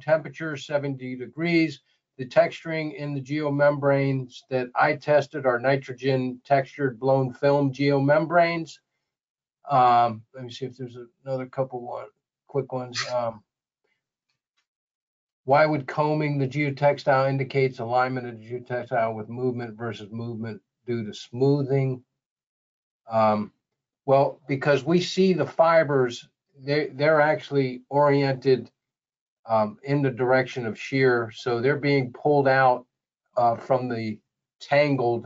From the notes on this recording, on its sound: This is an audio version of the webinar.